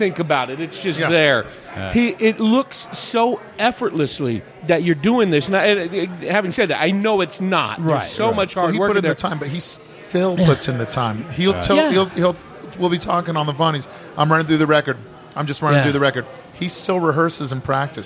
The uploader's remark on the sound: Recorded at Granite Mountain Brewing in Prescott, AZ. Recorded at Granite Mountain Brewing in Prescott, AZ.